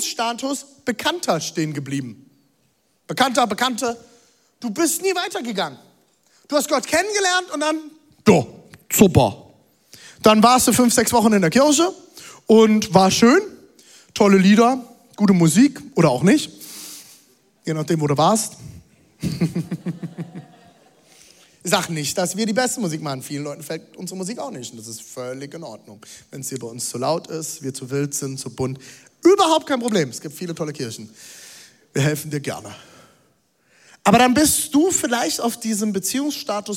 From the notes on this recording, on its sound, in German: Audiomitschnitt der Predigt